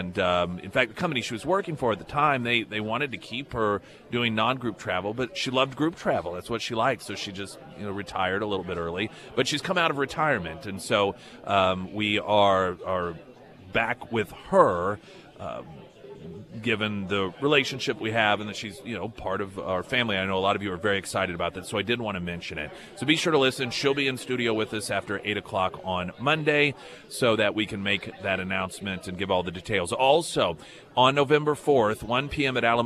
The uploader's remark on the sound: live at Scramblers Diner